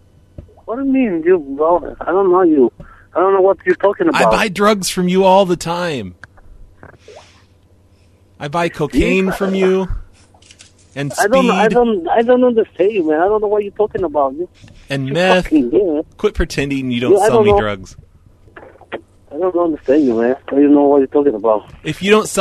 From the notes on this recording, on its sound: Prank Phone Calls.